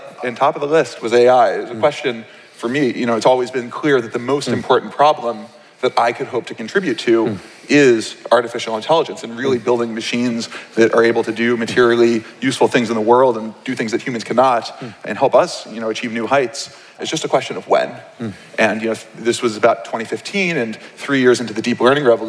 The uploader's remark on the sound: From the 2019 Startup Grind Conference